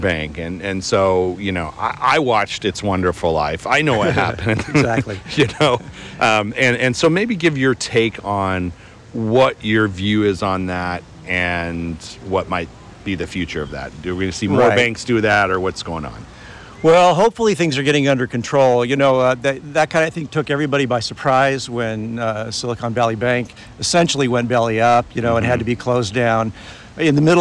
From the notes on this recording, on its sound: Aloha from the Western Candy Conference 2023! Live from Hawaii!